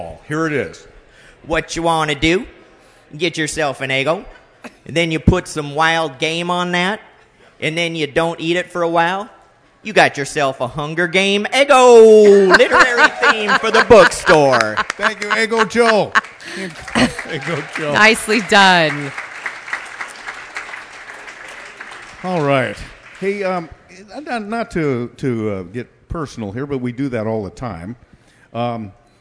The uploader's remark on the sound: Part 2 of the live 100th Episode Taping Party